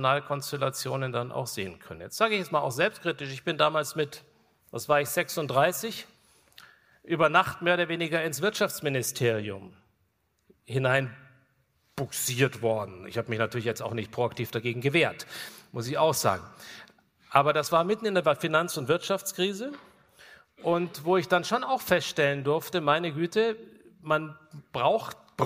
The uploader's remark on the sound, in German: GGG Live aus Kulmbach Teil I